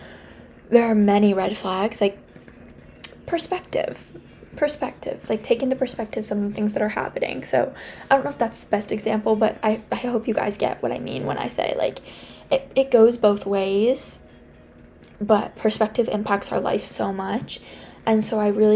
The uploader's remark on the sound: I'm so sorry about the music in the background.